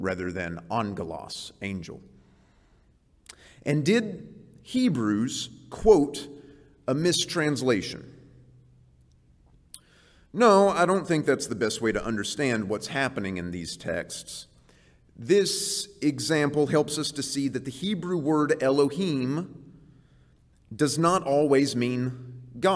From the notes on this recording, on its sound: This series is presented before a live audience in HCU's Wednesday Chapel service.